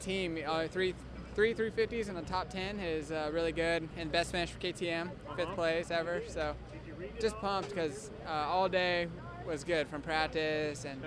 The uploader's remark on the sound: Post race interviews from Houston